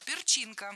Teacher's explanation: Перченка, неверно. Правильный вариант – перчинка с ударением на втором слоге.